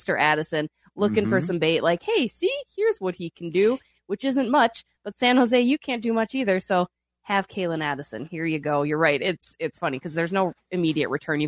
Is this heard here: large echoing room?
no